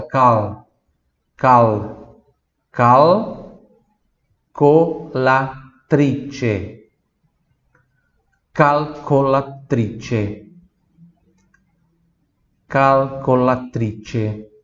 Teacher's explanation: a língua lá em cima, no céu da boca, atrás dos dentes superiores, cal, ela vai, encosta e volta, cal, cal, cal, colatrice, calcolatrice, calcolatrice.